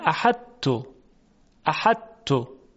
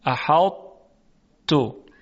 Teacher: نمیتونه کامل ادغام شه در حرف ت. پس صفت اطباق و درشتی صدا باقی میماند. · Shown in: second take